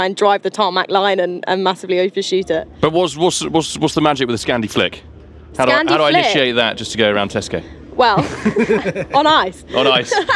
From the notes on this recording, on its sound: For this year’s Goodwood Festival of Speed, we took our microphones with us